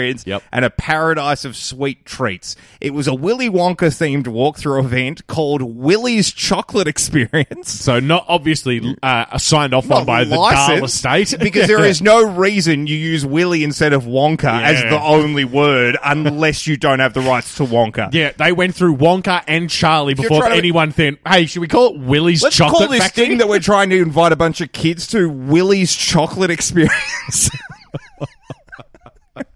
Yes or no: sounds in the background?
no